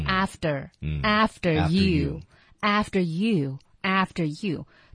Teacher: after，其实它在口语里已经稍微有些浊化了